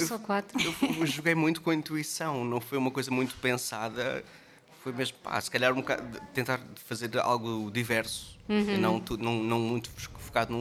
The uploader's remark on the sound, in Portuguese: Foi o que aconteceu em mais uma tarde de Salt Peanuts ao Vivo na Chasing Rabbits. Na verdade não saímos fisicamente da Rua do Sol ao Rato.